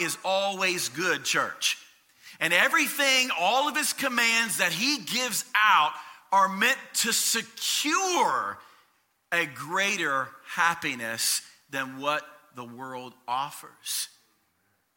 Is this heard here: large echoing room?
yes